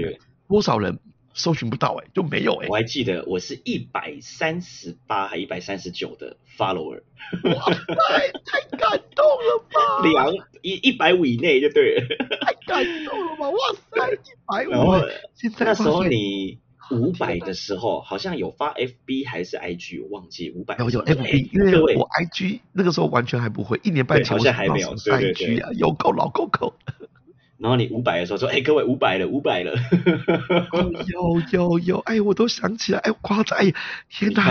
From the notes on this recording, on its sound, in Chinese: 音質太差。